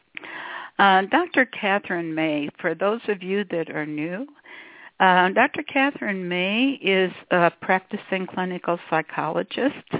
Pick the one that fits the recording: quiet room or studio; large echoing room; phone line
phone line